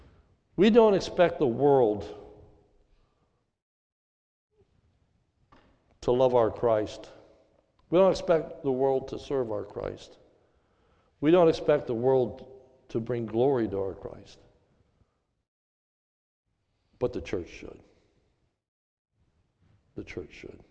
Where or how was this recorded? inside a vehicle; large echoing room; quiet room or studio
large echoing room